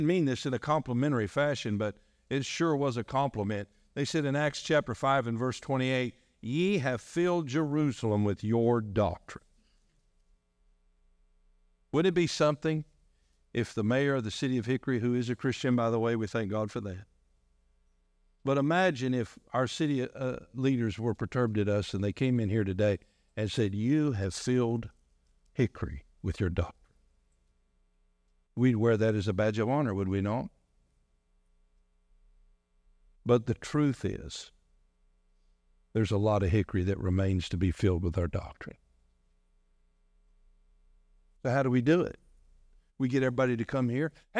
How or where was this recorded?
large echoing room